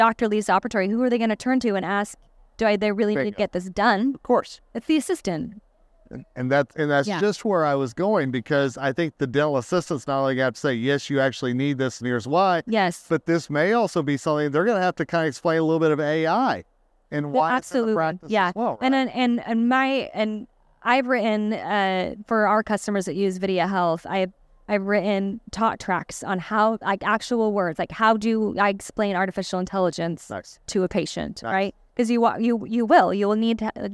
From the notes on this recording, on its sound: recorded during SmileCon in Orlando, Fla.